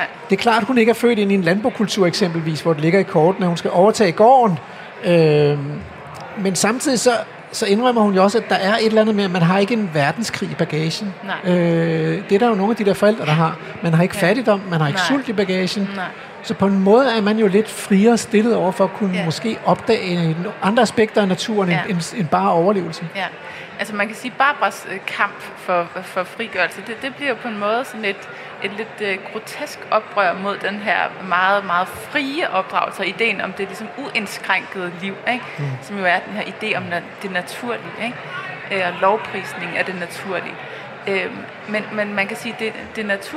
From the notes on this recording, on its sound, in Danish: Live fra Bogforum i København.